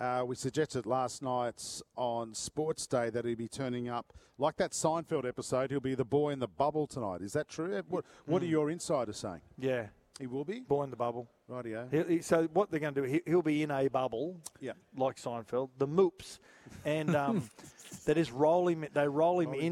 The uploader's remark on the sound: Live from Suncorp stadium